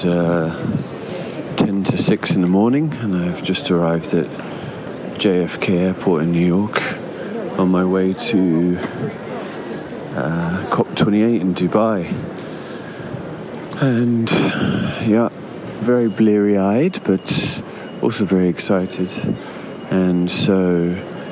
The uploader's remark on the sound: An audio diary from the COP28 climate conference. Sights, sounds and scenes from the largest climate gathering on the planet.